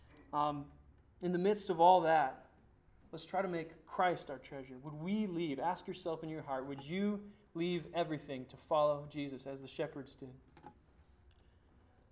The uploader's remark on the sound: Sermon preached on Sunday, December 6, 2009 at Church of the Good Shepherd in Glendora